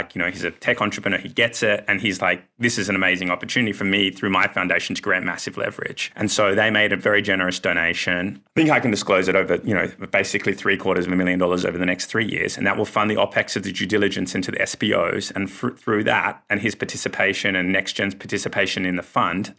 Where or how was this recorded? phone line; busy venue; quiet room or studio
quiet room or studio